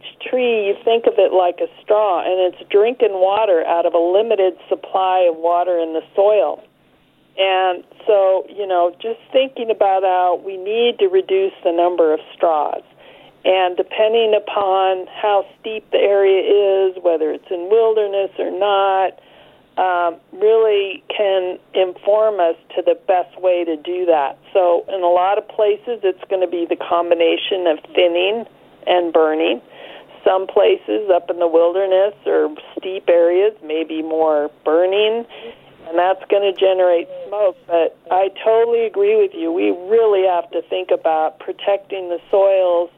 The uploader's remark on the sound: calling into the Garden Forum